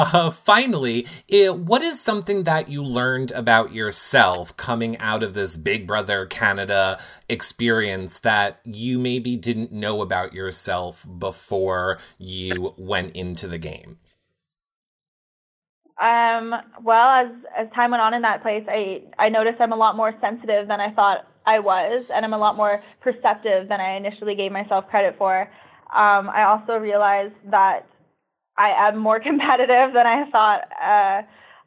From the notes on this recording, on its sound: Phone Interview.